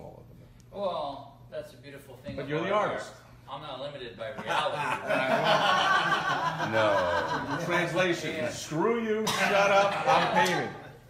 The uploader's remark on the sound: live at The All-Star Entrepreneur Mastermind